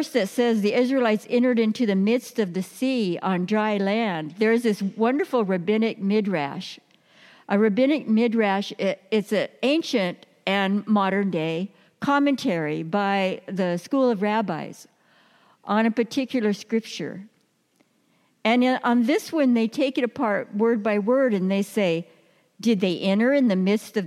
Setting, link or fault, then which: setting, large echoing room